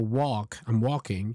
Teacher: it's not even a dark L. It's that L is just non-existent. And it's usually the combination of the A, when the L is between the A and the F, the A and the M, or the A and the K.